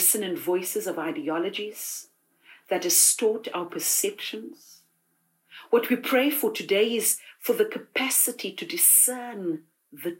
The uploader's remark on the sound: delivered this sermon this morning at the Saint Barnabas United Church